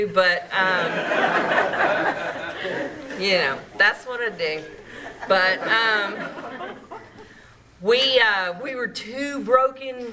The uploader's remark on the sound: From Clayton NC tells her story at the There is a Solution Group on October 5, 2023.